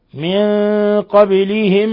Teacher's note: الباء ساكنة تقلقل لأنها من حروف قطب جد